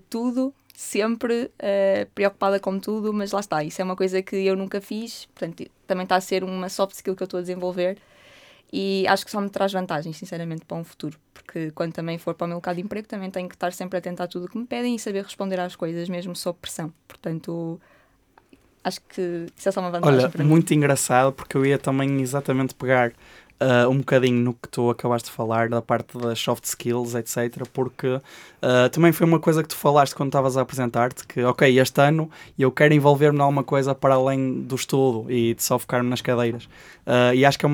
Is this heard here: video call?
no